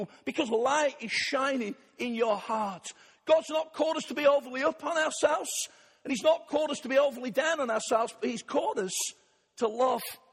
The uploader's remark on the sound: Arena Church, Ilkeston